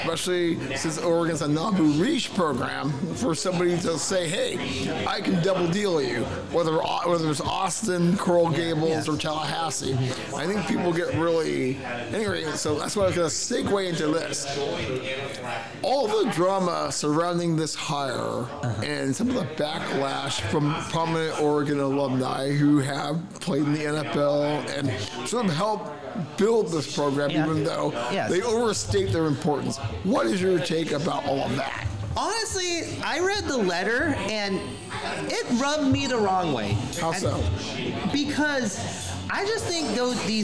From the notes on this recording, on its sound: Recorded at the legendary Max's Tavern.